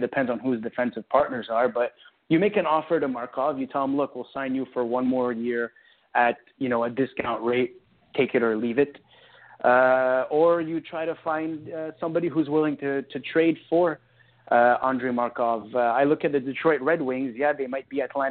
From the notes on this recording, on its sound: We take your phone calls.